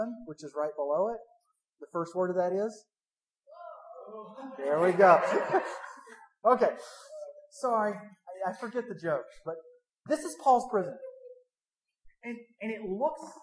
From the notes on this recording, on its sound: THE SOUND QUALITY IS AWFUL DUE TO A MIC FAILURE